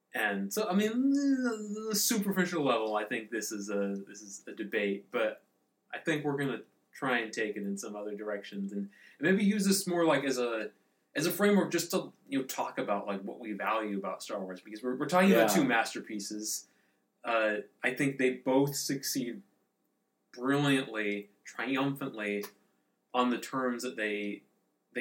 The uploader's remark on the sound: Sorry for the not-so-good audio this round. Take a drink each time you hear a plane.